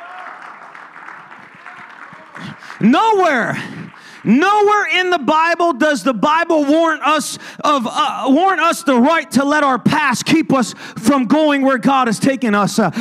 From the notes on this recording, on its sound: ministering at a service at Connect Point UPC